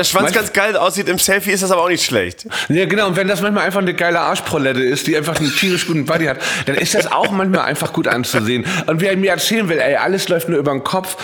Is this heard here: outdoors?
no